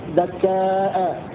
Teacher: ودكاء على تنوين وامزله هامزا شفا، قرأ حمزة والكسائي بمد الكاف وبدون تنوين في الهم فجعله دكاء بمد الألف وهمزة مفتوحة عليها فتحة واحدة فيكون من باب المد المتصل